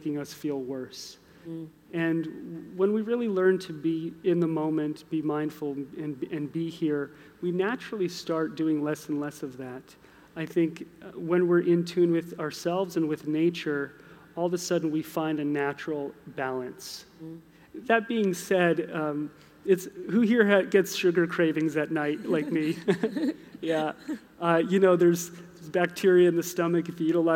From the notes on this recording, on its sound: Recorded live at the Australian Museum.